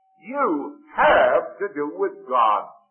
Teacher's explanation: For all things are open and naked under the eyes of him with whom we have to do. The emphasis on that verse is on the word H-A-V-E, have. You have to do with God.